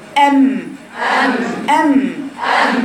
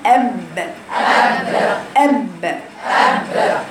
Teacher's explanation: بإطباق الشفتين، الميم زيها بس بعدم هذا الاطباق، الاطباق ام ام، اطباق الشفتين بس بعدم الضغطه بتاعه الباء · Shown in: first take · ام ام ام ام، انما الباء اب اب اب اب ام ام ام ام.